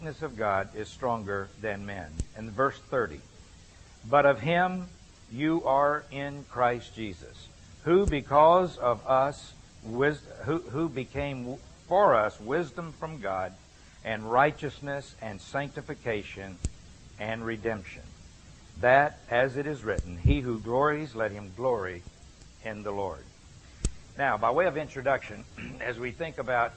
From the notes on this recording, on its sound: Gave this lecture at an Exchanged Life Institute.